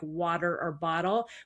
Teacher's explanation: the way we flap the T to make it more D-like